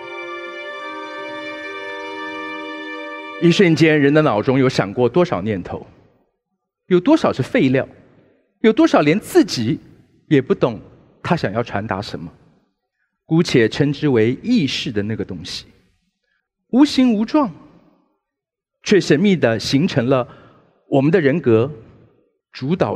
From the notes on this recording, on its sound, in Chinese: 本集節目取自【2023突破者知識跨年饗宴】現場錄音。